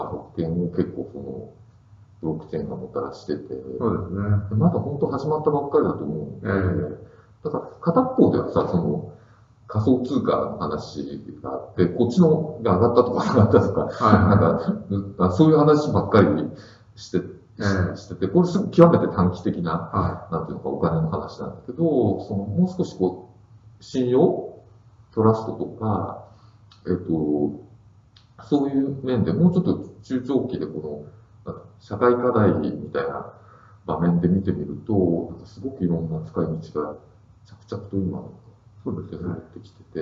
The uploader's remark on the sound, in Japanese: 旧マイクで音声ややわるいです